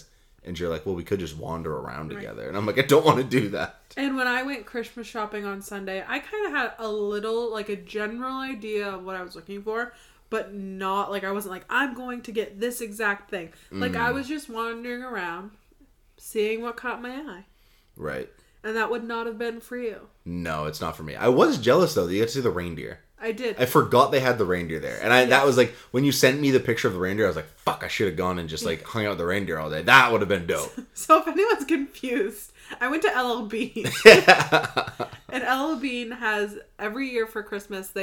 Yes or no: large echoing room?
no